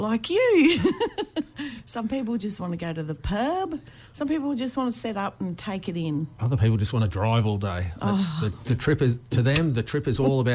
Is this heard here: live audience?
no